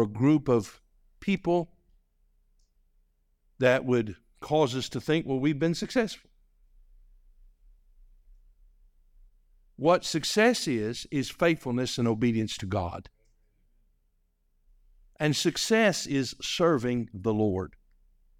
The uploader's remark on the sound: This message was delivered on January 7, 2024, during our evening service.